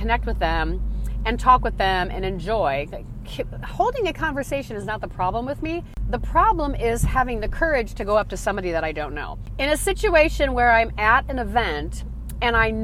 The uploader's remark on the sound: Podcast recording in my car - completely unscripted, free flowing, and somewhat out of control.